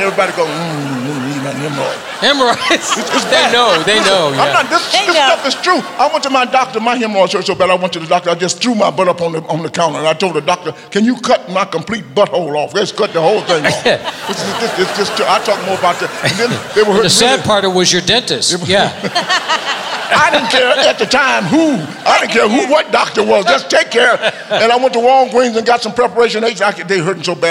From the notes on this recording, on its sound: Live at the SouthPoint Casino.